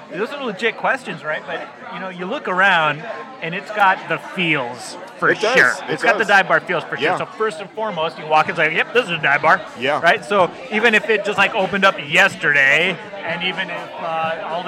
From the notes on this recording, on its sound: Recorded live at Slim's Last Chance Chili Shack & Watering Hole in historic Georgetown.